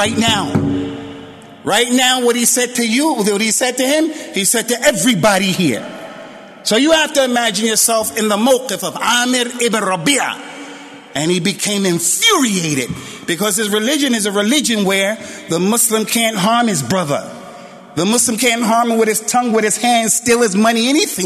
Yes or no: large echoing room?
yes